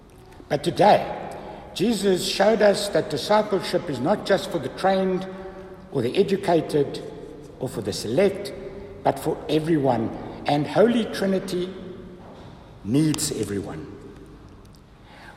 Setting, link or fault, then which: setting, large echoing room